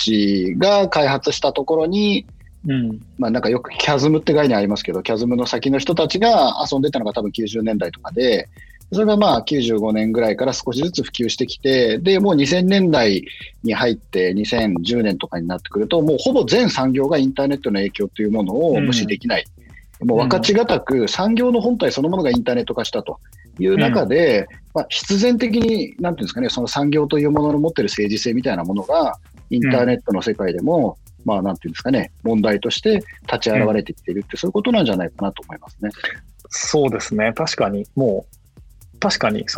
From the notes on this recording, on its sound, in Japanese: 収録はzoomを活用して遠隔で行いました。音声が聞きづらい部分がある点、ご了承ください。